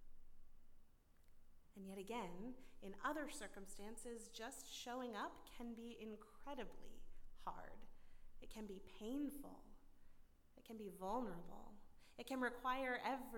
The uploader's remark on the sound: at Northminster Church on December 1, 2019